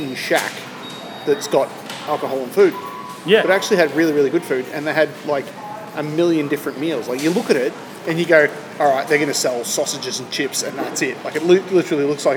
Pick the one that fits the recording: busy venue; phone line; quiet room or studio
busy venue